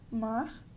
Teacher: Cariocas, which are people from Rio de Janeiro, have their own special way of pronouncing R's, which is very aspirated. It sounds basically nothing like an American R.